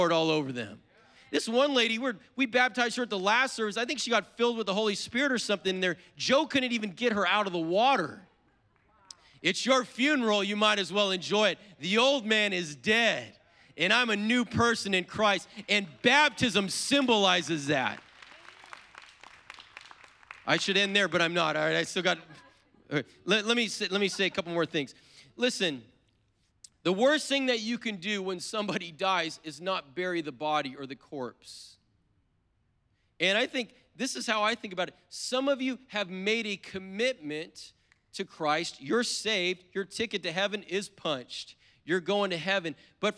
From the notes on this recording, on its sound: was preached on April 3rd at the 10AM service